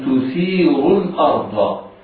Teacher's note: الراء في تثير مضمومة فحكمها التفخيم